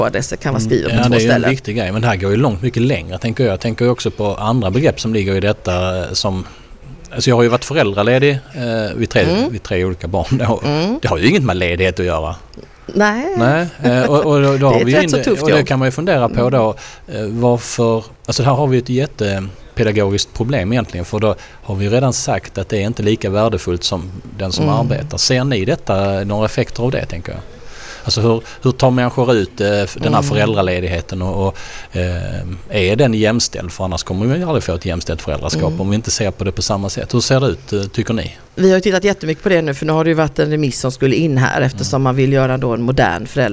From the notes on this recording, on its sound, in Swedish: Almedalen Special. Vi sänder live från Rigagränd 5 som ligger ett stenkast från Ideella Trädgården i Almedalen.